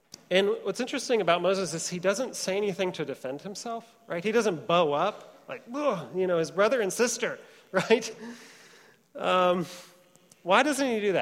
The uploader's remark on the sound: Trinity Church, Puerto Rico